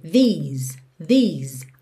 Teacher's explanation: These, o primeiro é compridinho, que nem do cheese, que você sorri pra tirar foto, ok? These, e você termina nesse som do S, que fica até um pouquinho com som de Z